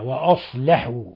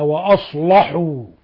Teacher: يفخم اللام لأن اللام وقعت بعد الصاد · Shown in: second take · والصاد حرف استعلاء من حروف خص ضغط قض وحرف مفخم لا تفخم اللام عند ورش عند كل حروف الاستعلاء إلا عند أربع حروف الصاد منها.